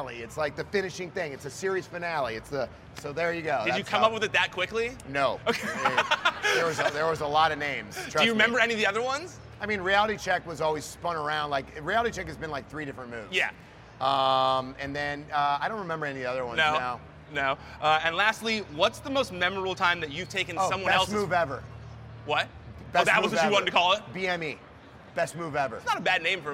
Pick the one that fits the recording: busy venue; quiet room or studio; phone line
busy venue